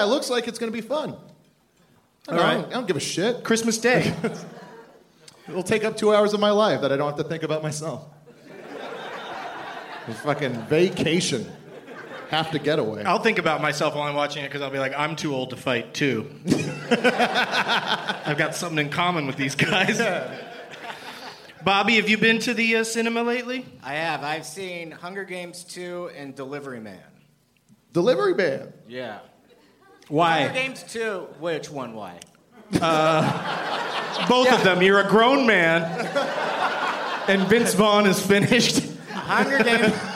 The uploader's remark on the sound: Live from the Improv in Tempe, AZ